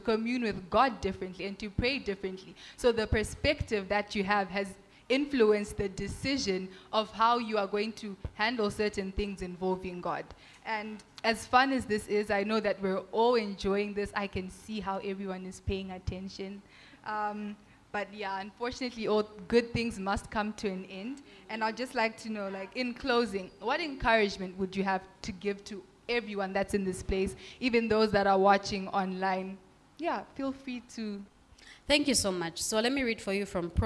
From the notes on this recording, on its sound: In front of a live audience at the Young Adults Conference 2022.